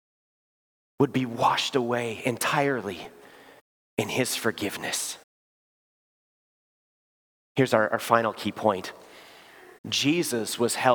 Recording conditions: large echoing room